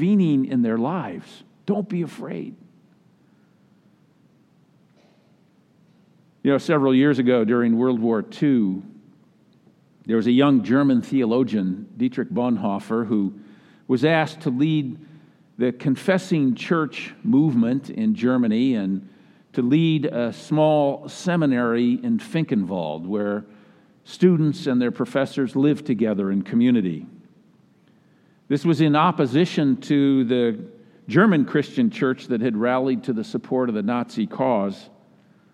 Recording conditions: large echoing room